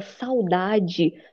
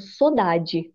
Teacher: O U é muito fechado. Aí ele vai pro meio, que é o O · Shown in: second take · a palavra saudade, ela é, em algumas cidades, pronunciada como sodade